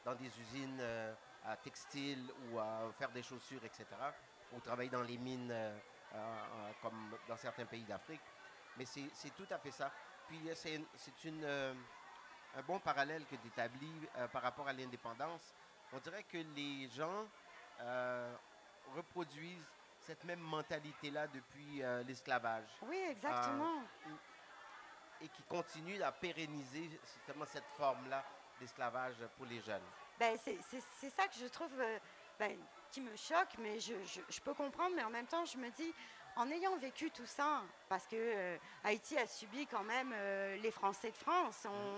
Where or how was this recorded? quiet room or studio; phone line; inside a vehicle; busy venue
busy venue